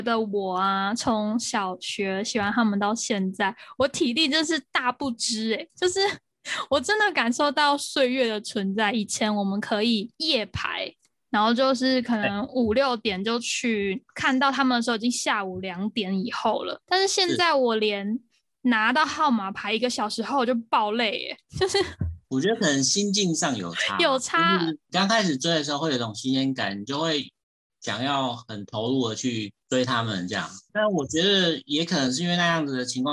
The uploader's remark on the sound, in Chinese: 遠端錄音敬請見諒